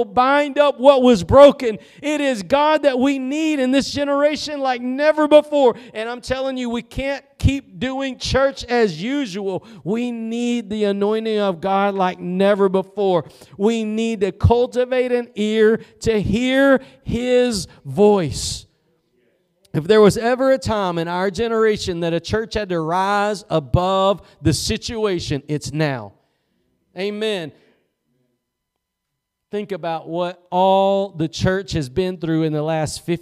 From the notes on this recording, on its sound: Preached at Gospel Lighthouse in Bossier City, La.